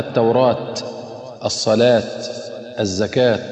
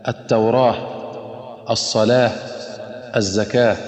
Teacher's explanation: التاء هنا تاء مربوطة فيوقف عليها بالهاء · Shown in: second take · : التوراة، الصلاة، الزكاة.